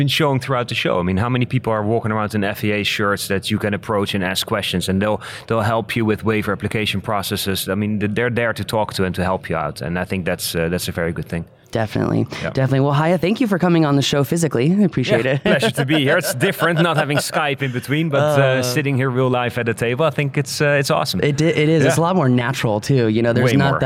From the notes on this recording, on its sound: Live from 2019 FAA UAS Symposium